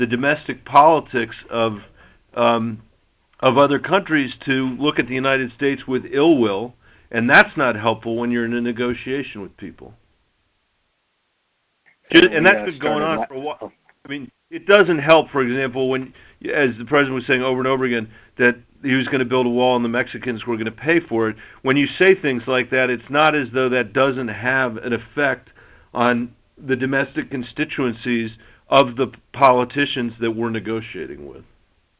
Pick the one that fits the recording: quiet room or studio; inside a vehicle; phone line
phone line